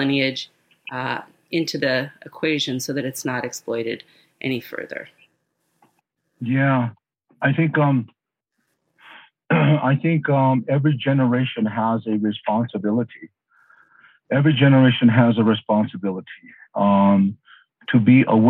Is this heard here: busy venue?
no